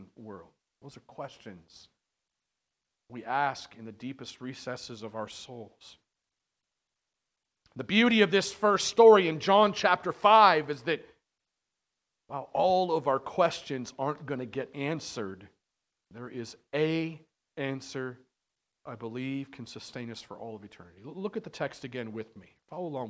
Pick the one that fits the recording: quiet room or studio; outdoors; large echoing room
large echoing room